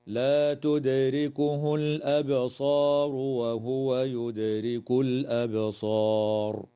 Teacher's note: تقلقل الدال في كلمة تدركه وفي كلمة يدرك، وكذا تقلقل الباء في كلمة الأبصار في الموضعين، وتظهر لام التعريف في هذه الكلمة في موضعيها.